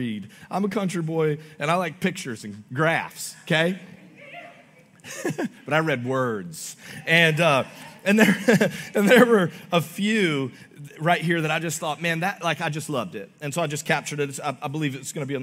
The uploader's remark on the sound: Augustine, Florida. Recorded live on October 29, 2023 at Church On The Rock.